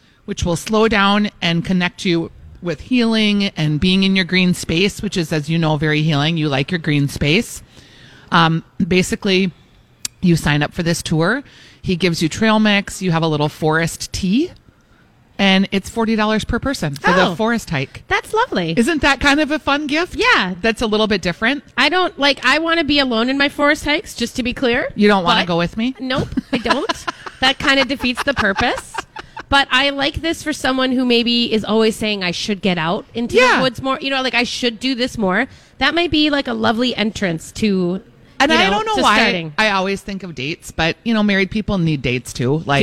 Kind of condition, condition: setting, busy venue